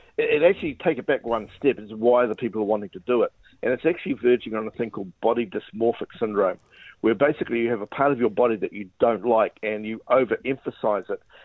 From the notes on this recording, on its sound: We were joined on the phone by friend of the show